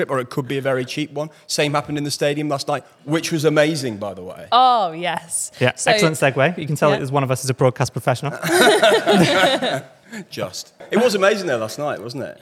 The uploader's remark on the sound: LIVE From The World Athletics Championships In Budapest